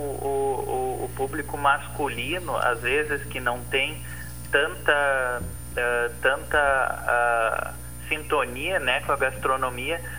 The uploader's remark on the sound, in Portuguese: por telefone